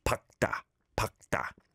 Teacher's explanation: the double final consonant, 리을 기억, before a consonant other than 기억, simplifies to just 기억, which tensifies the following digit into a double digit sound, 밝다, 밝다.